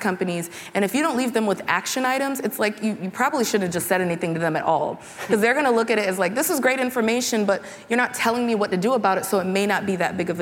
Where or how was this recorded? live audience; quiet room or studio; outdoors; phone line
live audience